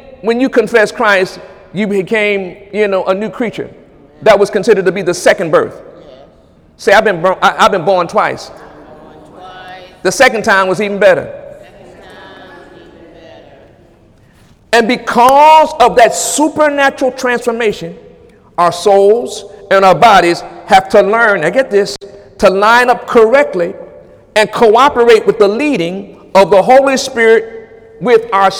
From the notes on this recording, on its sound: During Wednesday night service on December 20, 2017. During Wednesday night service on December 20, 2017.